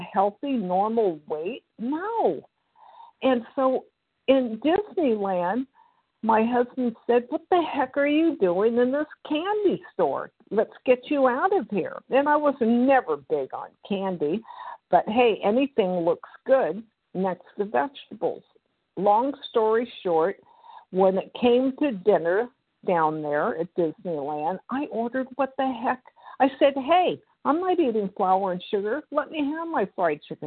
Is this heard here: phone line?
yes